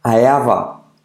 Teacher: Salto la H de have